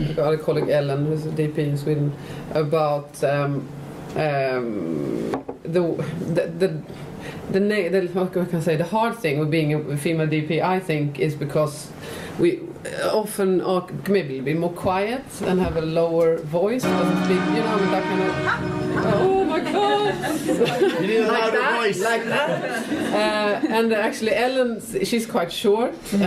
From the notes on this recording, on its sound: In 2017, Women in Film and Television Ireland hosted a DOP Masterclass at Brooks Hotel. This live event.